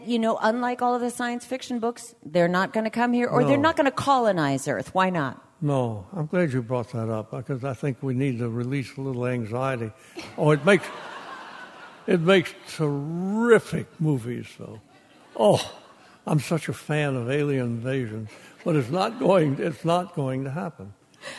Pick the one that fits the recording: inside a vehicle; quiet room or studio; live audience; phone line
live audience